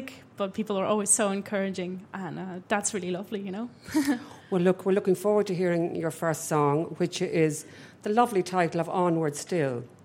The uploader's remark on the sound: we hosted a special live episode of the podcast at The Dean Hotel in Dublin